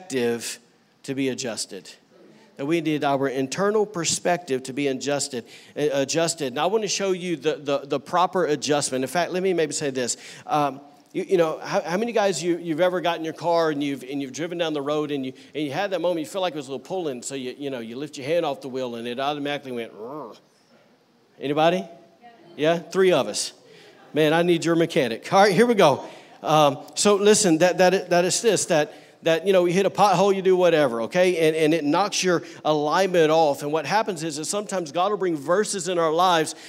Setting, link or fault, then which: setting, large echoing room